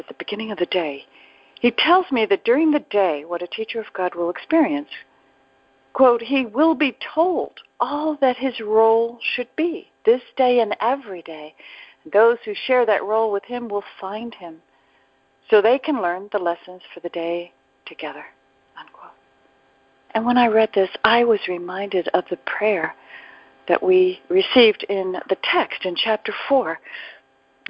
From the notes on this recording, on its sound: ACIM Daily TEXT Conference Call.